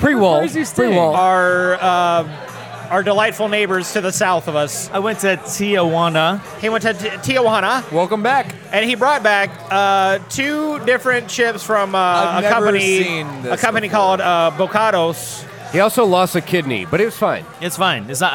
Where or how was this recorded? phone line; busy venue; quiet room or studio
busy venue